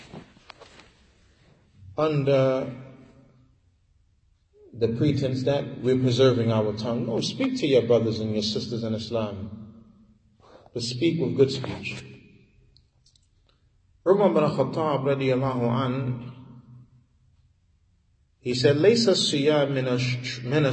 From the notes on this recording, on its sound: Lecture given at Masjid Nur Allah, Queens, NY